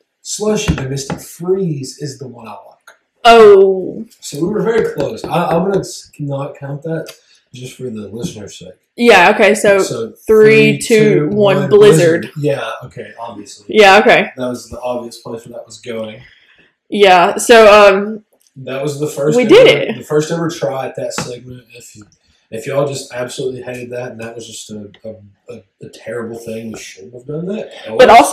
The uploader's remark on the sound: It was chaotic. We had a few audio problems but they should be entirely fixed by next episode.